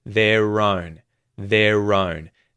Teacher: Don't forget that linking R in there.